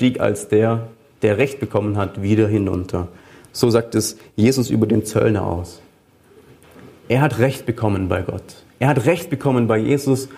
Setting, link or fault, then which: setting, large echoing room